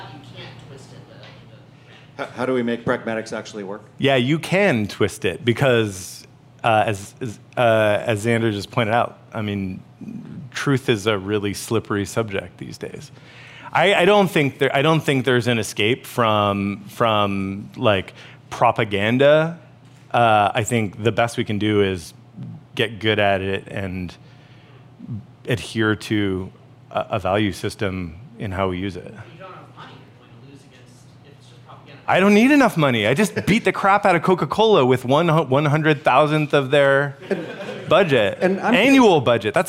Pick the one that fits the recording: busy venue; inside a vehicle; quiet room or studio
busy venue